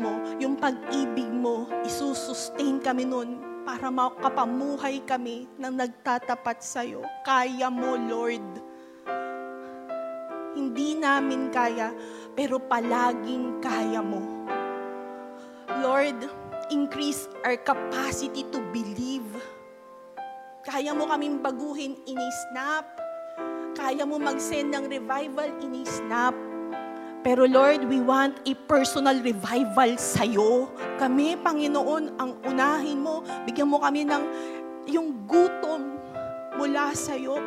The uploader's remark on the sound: Live at Quest United 44th Anniversary